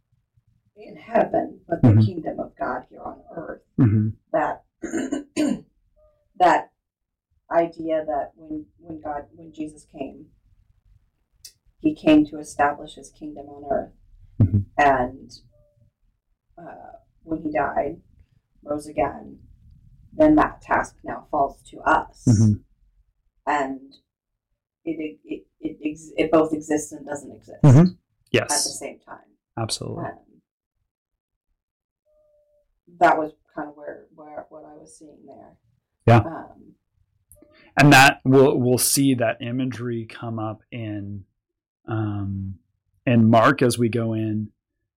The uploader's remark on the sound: Sorry about the mismatched audio, still working on the levels.